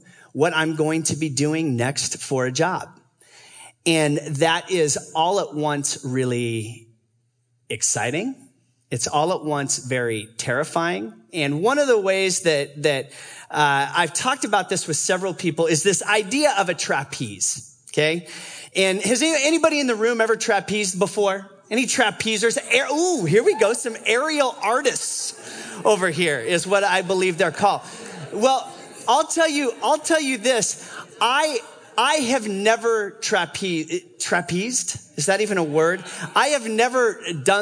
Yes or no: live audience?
yes